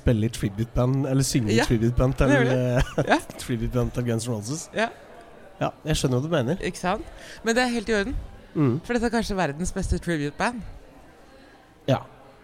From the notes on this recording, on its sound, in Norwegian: Live fra Gjøvik. Livesending på Gjøvik kino i forbindelse med premieren på Top Gun: Maverick. Horder av mennesker møtte ikke opp for å oppleve dette. BRAKK lydkortet.